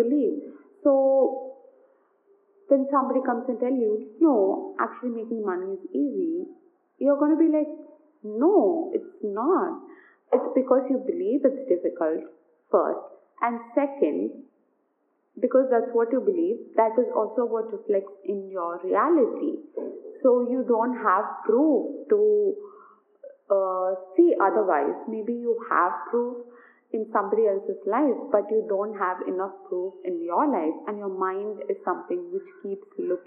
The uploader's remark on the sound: Do excuse some background noise